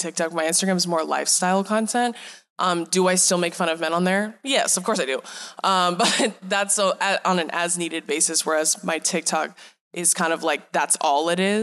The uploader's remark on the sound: This episode was recorded live at Vidcon Anaheim.